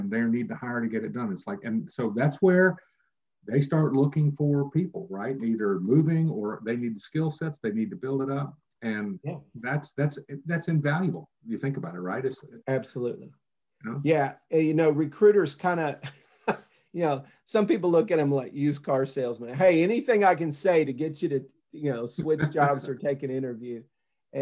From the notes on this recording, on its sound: Zoom video interview